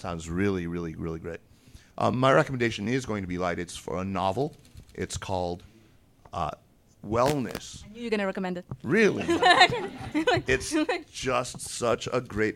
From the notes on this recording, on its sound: A live recording from New York on the eve of the 2023 NEXTChina Conference. This show is unedited to preserve the live feel!